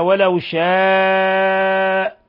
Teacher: المد هنا مد متصل يمد من 4 إلى 5 حركات